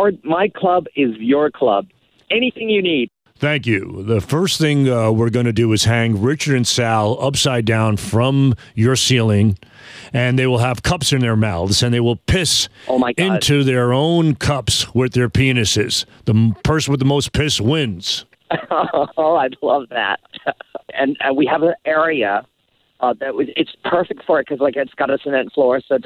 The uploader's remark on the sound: Calls a Gay Nightclub in New Phony Phone Call.